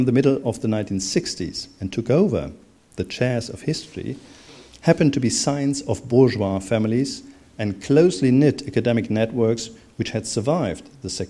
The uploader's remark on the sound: Keynote opening lecture given on 8 September 2011 as part of the German History Society Annual General Meeting 2011